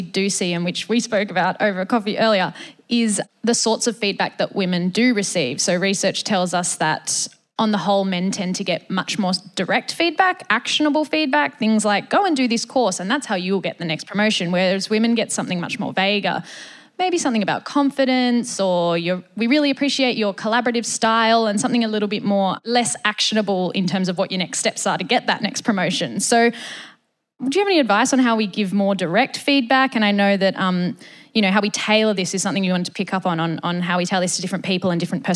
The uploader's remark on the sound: recorded at the Future Women Leadership Summit 2023